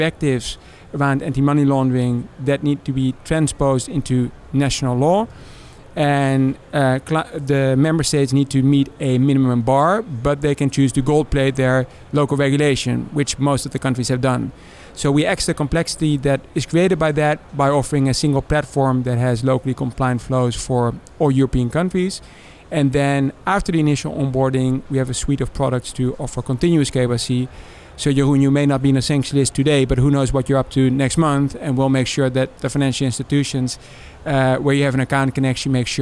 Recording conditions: busy venue